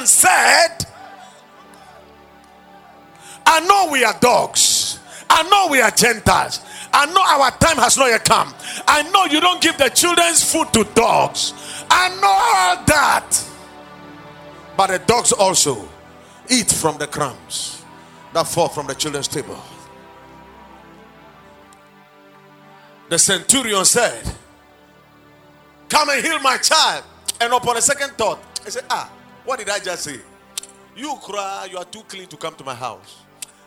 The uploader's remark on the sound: Preached at the Watered Garden Church in Takoradi.